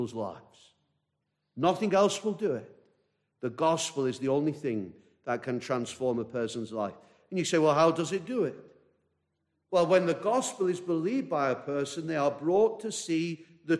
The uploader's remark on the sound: This message preached at a baptismal service